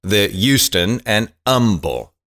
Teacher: it does not have the H pronunciation, just like Houston doesn't have the H. It has the long U, the Houston and Humble.